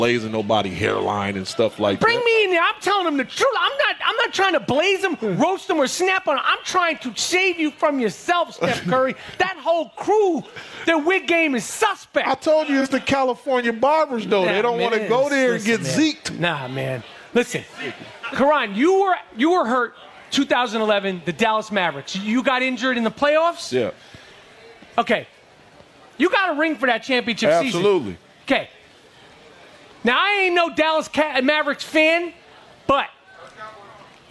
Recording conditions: live audience